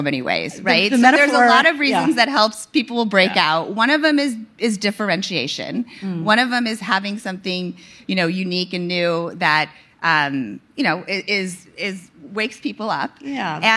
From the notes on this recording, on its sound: Recorded on March 2, 2022 at the Upfront Summit.